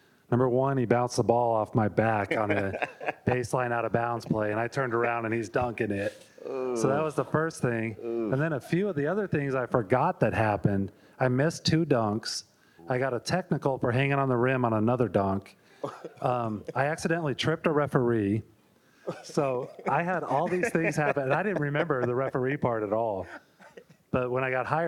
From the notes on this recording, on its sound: This episode was recorded in front of a live audience of Sport Oregon members at Wieden + Kennedy as our first-ever Sport Oregon Chalk Talk.